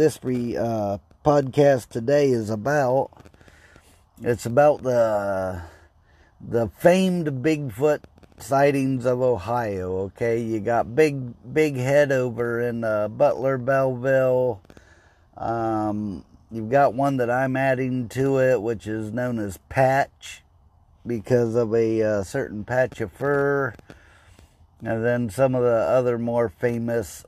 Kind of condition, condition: setting, inside a vehicle